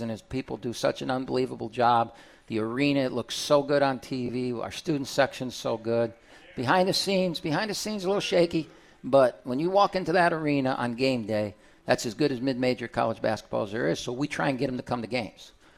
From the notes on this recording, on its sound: live from RJs Pub in Rochester Hills!